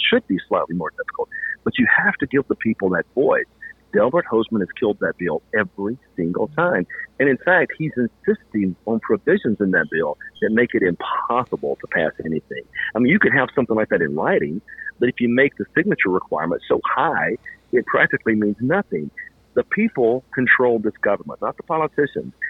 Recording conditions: phone line